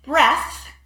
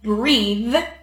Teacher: in breath, TH is unvoiced, but in breathe, TH is voiced.